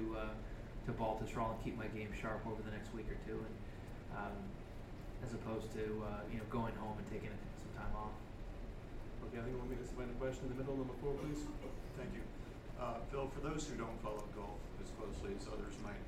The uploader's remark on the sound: 2016 Open Championship Press Conference. At the 2016 Open Championship at Royal Troon.